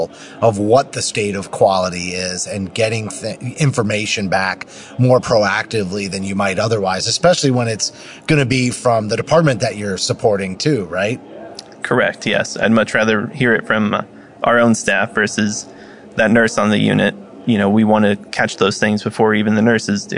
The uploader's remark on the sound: live at AHRMM23 in Orlando